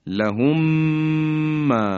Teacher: وقتی اینا در هم ادغام میشن تبدیل به یک میم میشن، یا به عبارتی میم اول حذف میشه و میم دوم مشدد بیان میشه